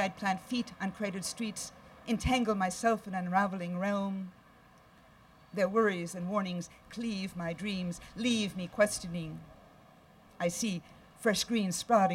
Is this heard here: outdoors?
yes